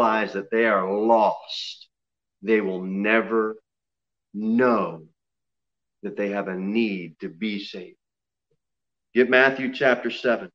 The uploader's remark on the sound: Sermon preached at Pilgrim Baptist Church on Sunday, February 28, 2021 at 6:15 pm. Jere Whitson Rd.